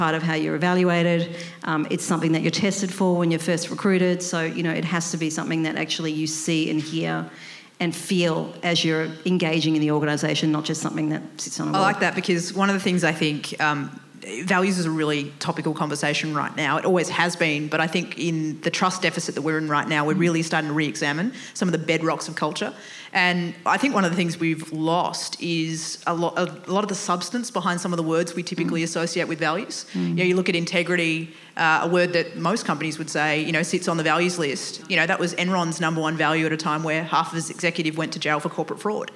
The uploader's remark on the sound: For the first time ever we have taken Coffee Pods live on stage to record an interview